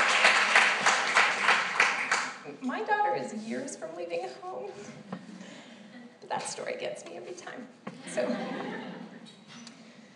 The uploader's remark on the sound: This special episode is a recording of an hour-long keynote address I gave in the fall of 2016.